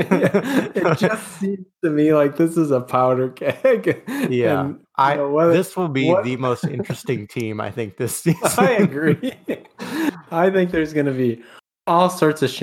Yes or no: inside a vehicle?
no